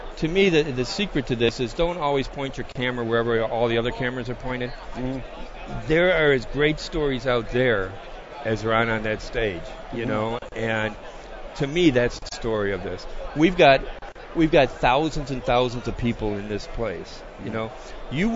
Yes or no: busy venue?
yes